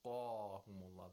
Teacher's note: The qaf has tafkhim at the highest level.